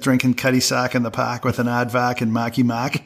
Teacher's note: The Boston accent is you pretty much drop the R willy-nilly